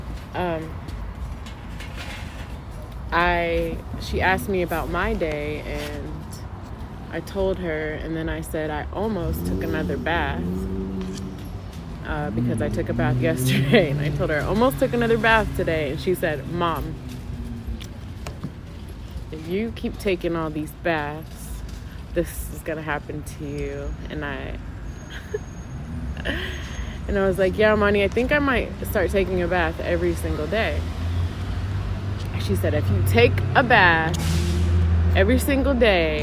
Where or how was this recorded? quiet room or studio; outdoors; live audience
outdoors